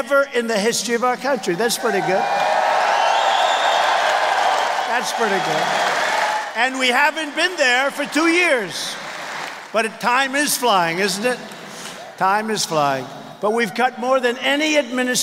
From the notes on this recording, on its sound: Campaign Rally in Wheeling, West Virginia